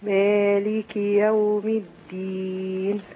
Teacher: خدي بالك بس انت زودتي المد شويه